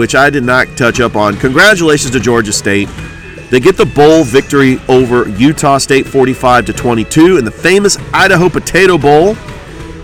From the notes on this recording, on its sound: Live from the Border Wars on the campus of Glenwood